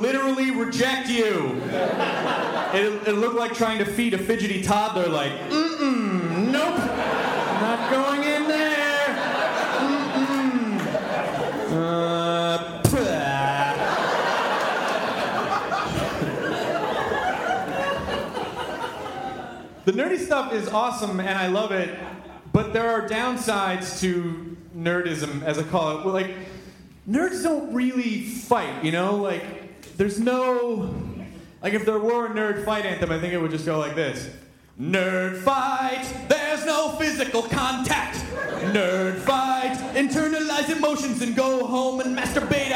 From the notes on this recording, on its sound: This was recorded at Largo in Los Angeles on April 5th, 2010 in front of a kick-ass crowd of delightful humans. Our very first live podcast! This was recorded at Largo in Los Angeles on April 5th, 2010 in front of a kick-ass crowd of delightful humans. We made it a little longer than a normal podcast by incorporating live performances and taking Q & A from them at the end.